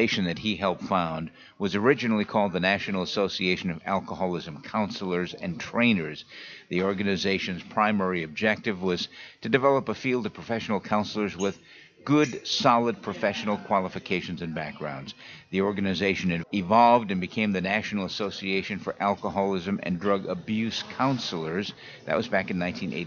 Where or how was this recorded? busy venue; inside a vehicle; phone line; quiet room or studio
busy venue